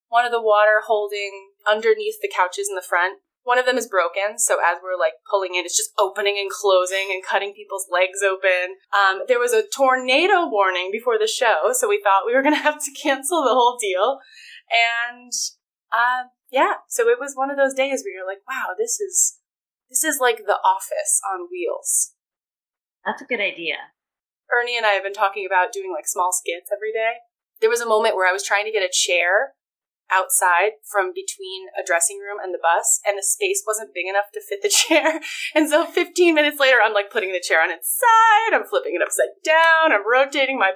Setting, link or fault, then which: fault, poor sound quality